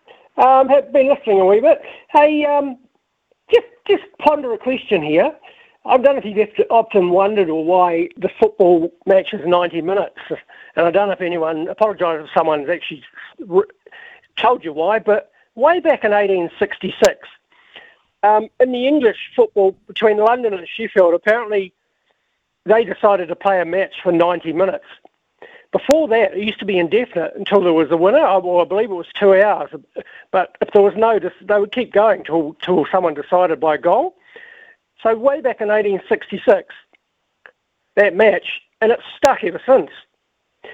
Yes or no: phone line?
yes